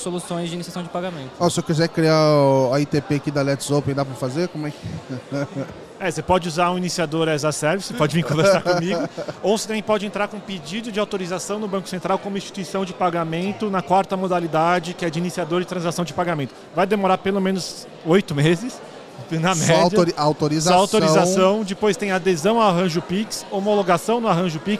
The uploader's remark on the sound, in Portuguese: Papo gravado ao vivo lá no Fintouch 2022.